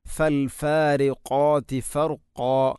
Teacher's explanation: ഫൽഫാരിഖാതി ഫർഖാ, ഫർഖാ ഖാഫിന് പകരം കാഫാകുന്നത്, ഫർഖാ ഇങ്ങനെ ഫർഖാ, ഇത് ശ്രദ്ധിക്കേണ്ടതാണ്. അപ്പോൾ ഖാഫ് ഉച്ചരിക്കുമ്പോൾ തൊണ്ടയുടെ ഏറ്റവും മുകൾ ഭാഗം കഴിഞ്ഞ് ചെറുനാക്കിൻ്റെ അടുത്താണ്, അതിൻ്റെ മഖ്റജ്